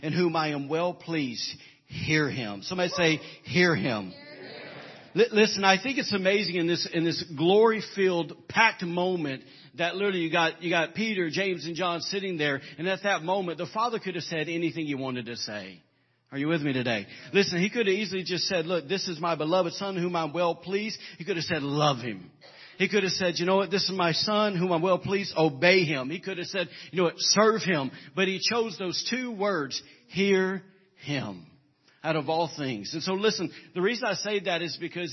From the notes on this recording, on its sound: was recorded on April 30, 2017 during Sunday morning service at Celebration Life Family Church